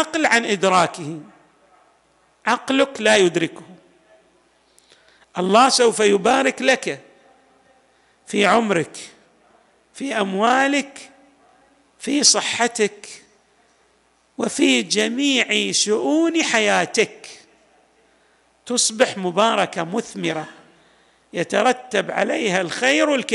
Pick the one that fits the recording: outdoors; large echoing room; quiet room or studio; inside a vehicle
large echoing room